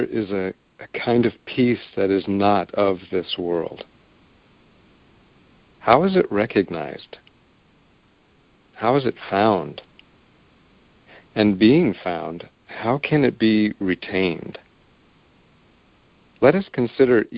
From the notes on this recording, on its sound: ACIM Daily Conference Call.